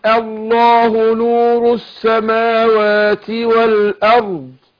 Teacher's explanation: أنا عايز أرقق الهمزة وفخم لام لفظ الجلالة، أقول الله مش أخد الهمزة فخمة مع اللام، لا أقول الله نور السماوات والأرض.